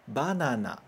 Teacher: não tem uma força aqui no primeiro na, né? No na do meio.